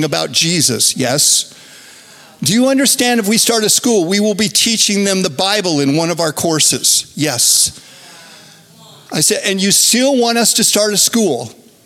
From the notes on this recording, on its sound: Recorded Live at Capital Church in Meridian, Idaho